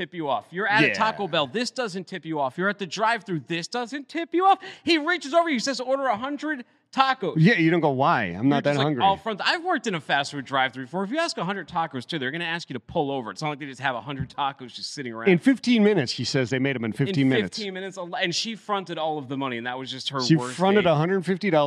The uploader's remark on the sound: live from the National Tank Truck Carriers conference in Dallas